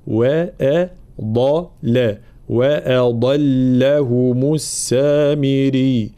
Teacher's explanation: كلمة وأضلهم، واضح هنا الضاد جاءت بين مرققين، فلا بد من انتباه ترقيق الهمزة وترقيق اللام، وبينهما الضاد مفخمة